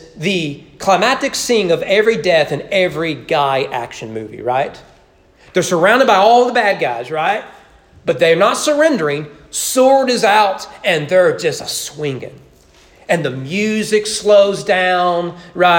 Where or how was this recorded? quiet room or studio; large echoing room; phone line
large echoing room